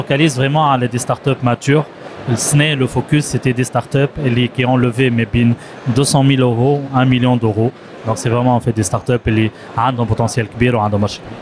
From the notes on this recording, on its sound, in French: Dans ce premier épisode de notre édition spéciale de DigiClub en direct de Paris, nous avons interviewé durant le salon VivaTech 2023